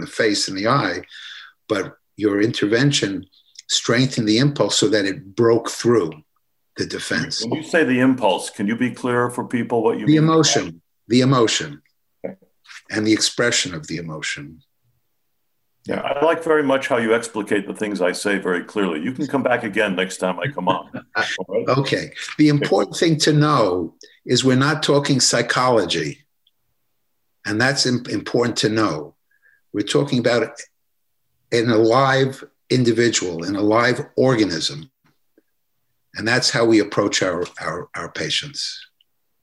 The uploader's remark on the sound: In this episode we hear the audio from one of our webinar presentations.